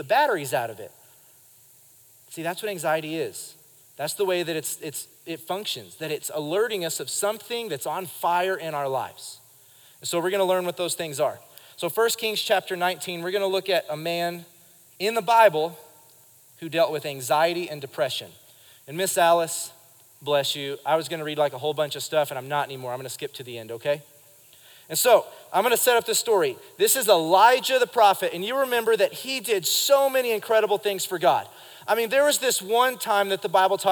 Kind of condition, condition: setting, live audience